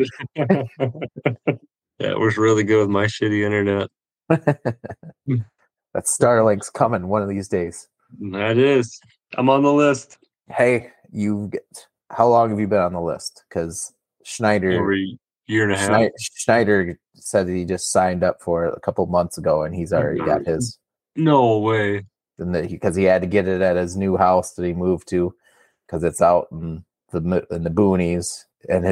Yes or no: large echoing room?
no